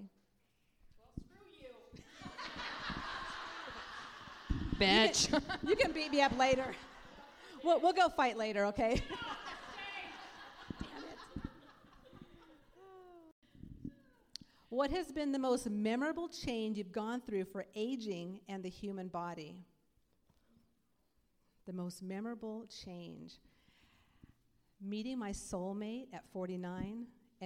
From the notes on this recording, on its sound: Hot Seat Recording from Sasstastic Live! This special live episode.